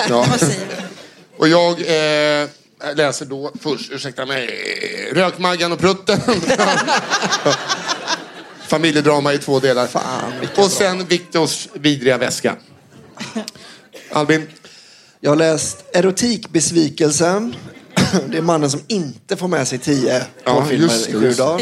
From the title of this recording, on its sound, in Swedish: Live på Scala